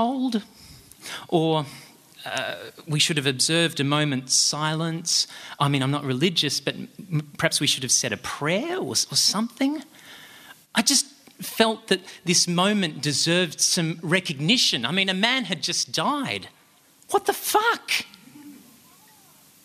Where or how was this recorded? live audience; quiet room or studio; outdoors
live audience